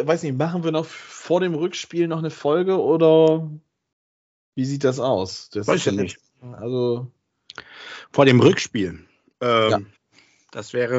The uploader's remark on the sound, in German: Aufgezeichnet am 16.05.2022 via Skype